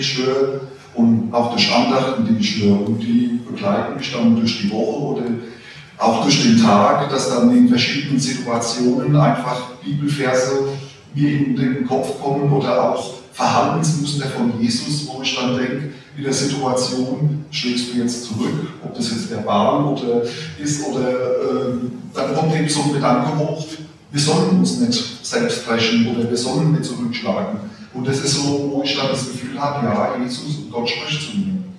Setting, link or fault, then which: setting, large echoing room